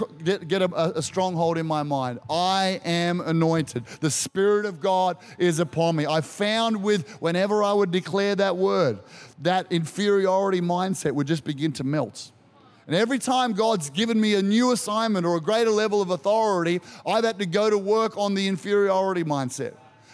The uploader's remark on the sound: Recorded during our 9am service on Sunday, the 7th of May 2023